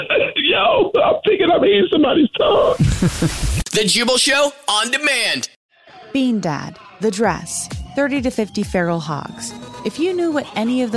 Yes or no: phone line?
yes